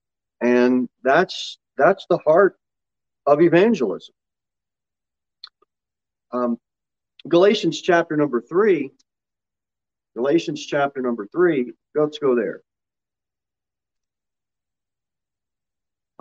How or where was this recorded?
large echoing room